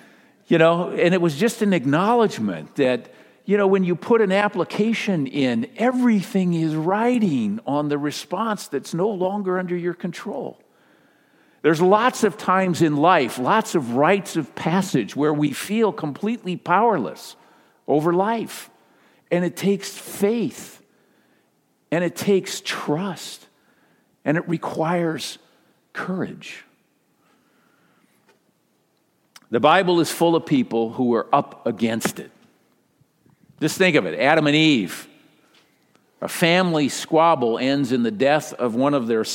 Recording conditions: large echoing room